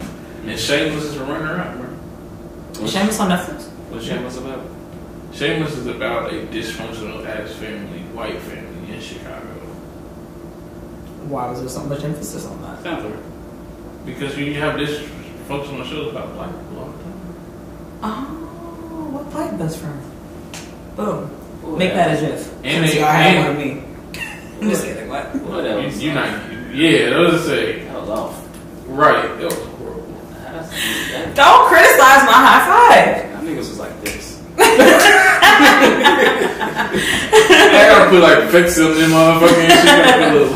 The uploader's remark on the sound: Sorry about the audio